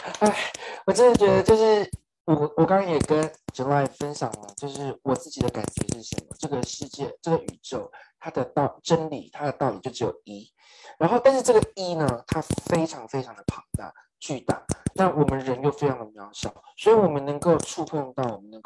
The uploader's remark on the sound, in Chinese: 因為這次是用zoom做挪威與台灣的線上對談, 所以會一直到檢查錄音檔時才抓出有麥克風不斷碰撞衣服的聲音